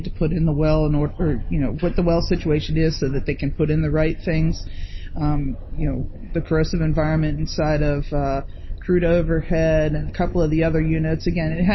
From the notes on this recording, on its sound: Live from the ARC Americas Forum 2022.